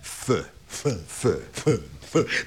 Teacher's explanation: az F-et viszont úgy képezik, hogy a felső fogsort az alsó ajakkal hozzuk érintkezésbe.